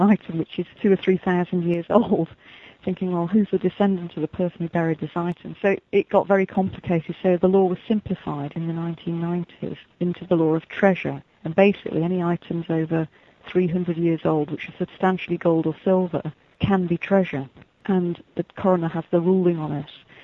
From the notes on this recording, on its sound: chat with us via telephone